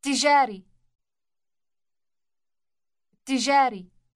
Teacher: Note the doubled or elongated T sound on its beginning.